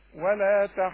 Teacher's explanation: والضاد مفخمة واثنين ضاد